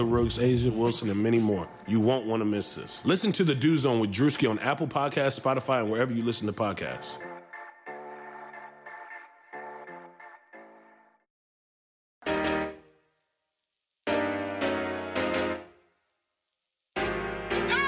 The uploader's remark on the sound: Live from Target Center for an immediate reaction to the Timberwolves overtime loss to the Spurs.